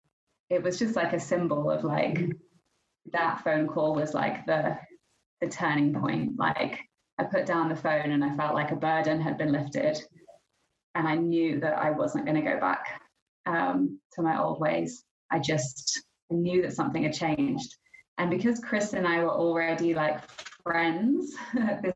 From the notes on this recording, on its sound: We'd like to apologise in advance for the lower sound quality and also the noises that happen as apart of recording over the internet.